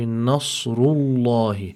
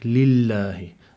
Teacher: And the following word, lafzul jalala, over here, the lam in lafzul jalala, because the letter that preceded it had a dhamma on it, that means we must apply emphasis, tafkhim, to this lam · Shown in: first take